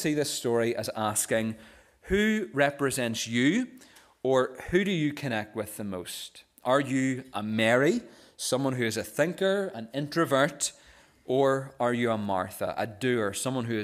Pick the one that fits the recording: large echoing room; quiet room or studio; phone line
large echoing room